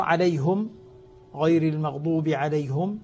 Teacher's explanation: أن نقرأ هذه الألفاظ الثلاثة عليهم إليهم لديهم عند الإمام حمزة من كلا الروايتين عنه من خلف وخلاد بضم الهاء في حالة الوقف والوصل